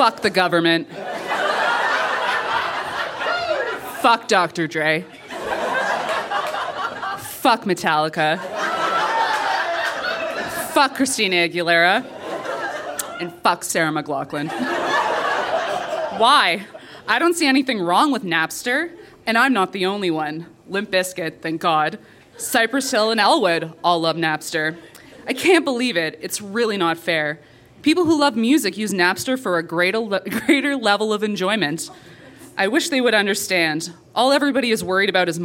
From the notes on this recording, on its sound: Recorded live at Fromagerie Elgin in Sudbury.